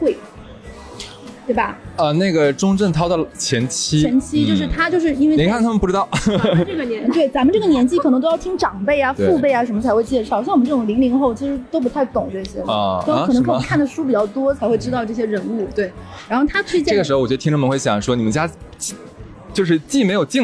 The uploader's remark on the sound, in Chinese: 这一期是跟粉丝1月2号在线下一起录制的，背景有些嘈杂。第一次跟粉丝面对面互动。大家围坐在一起聊着好吃好喝。